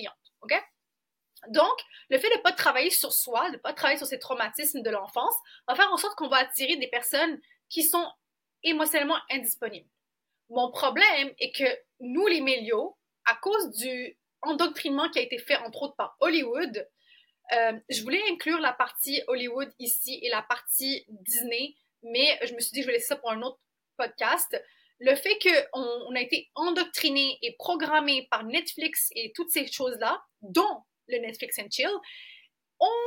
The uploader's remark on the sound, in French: Désolée pour le son